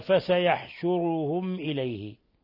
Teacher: ميم ساكنة جاء بعدها الهمزة إظهار شفوي